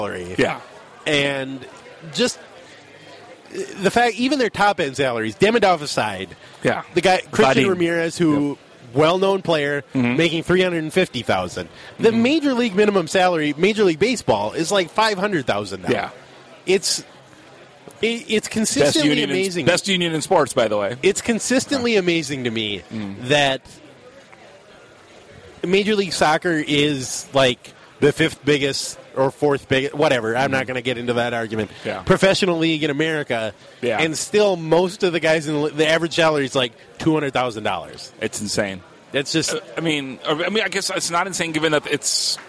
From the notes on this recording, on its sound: meet up at Surly